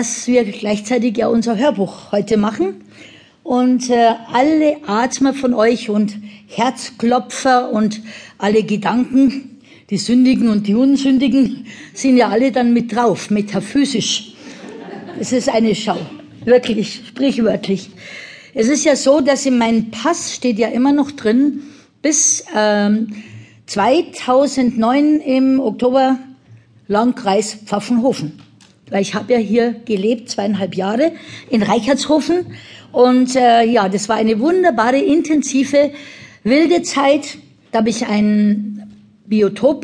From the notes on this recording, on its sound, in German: Das Hörbuch, das als Live-Mitschnitt einer Lesung entstand, lässt diese besondere Atmosphäre spüren.